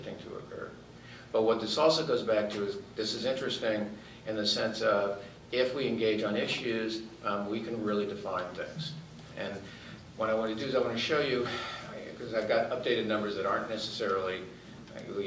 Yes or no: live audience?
yes